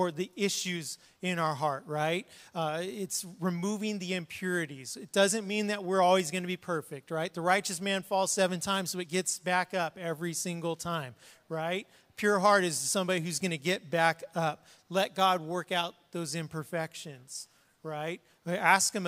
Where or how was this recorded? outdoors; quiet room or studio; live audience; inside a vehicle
live audience